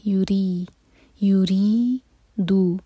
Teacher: را باریک ہوگا، باریک کریں گے زبان کی صرف ٹپ یوز کریں گے